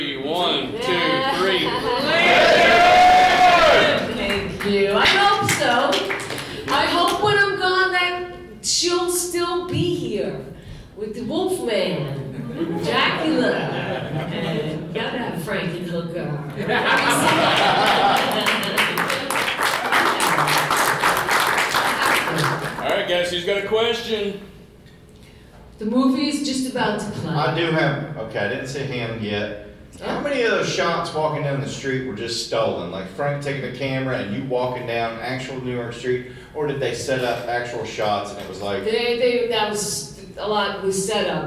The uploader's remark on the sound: Q&A Live from Bride of Frankencon